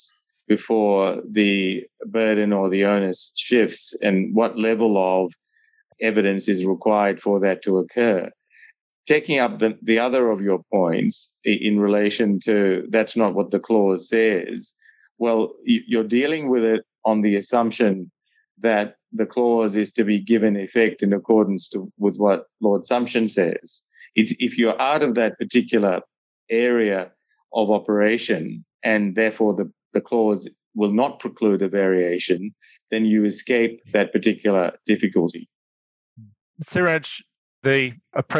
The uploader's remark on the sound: Is a recording of a virtual panel discussion hosted in November 2021.